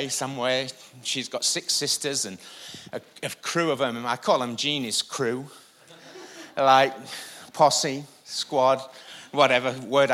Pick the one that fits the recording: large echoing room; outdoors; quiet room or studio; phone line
large echoing room